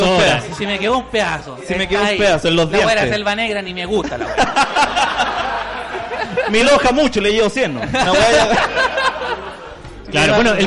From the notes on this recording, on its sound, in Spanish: En vivo desde Comedy Restobar. Fue la oportunidad perfecta para hacer una versión en vivo del programa, con público, juntitos, abrazados, dándonos cariño y riéndonos en medio de un país en caos.